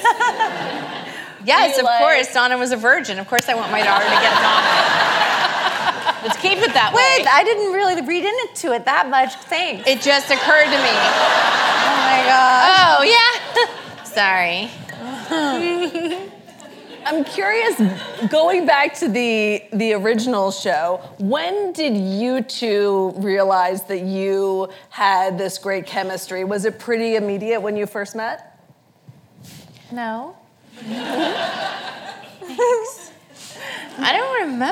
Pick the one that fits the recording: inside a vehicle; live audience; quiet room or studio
live audience